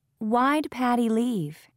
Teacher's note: In questions, do and did are reduced, pronounced very quickly, to become d. · Term: Fast speech